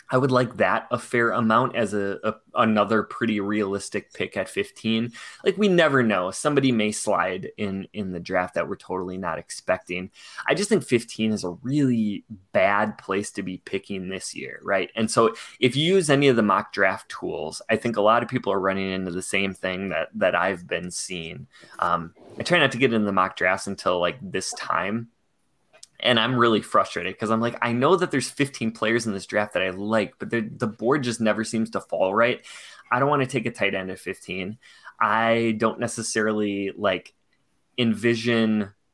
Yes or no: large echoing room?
no